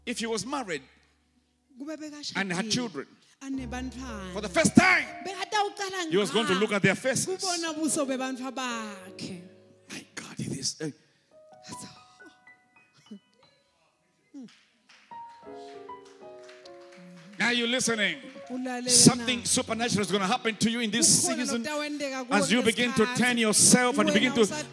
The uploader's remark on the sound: Recorded Live at the Apostolic Hub, in Mbabane, Eswatini on Sunday March 20th.